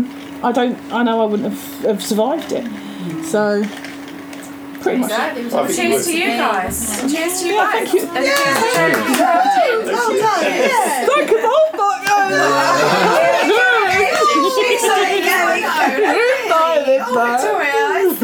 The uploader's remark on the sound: Perryley Craft Gin are based in Old Coulsdon. The team spent the evening there and sat under a gazebo outside their local distillery.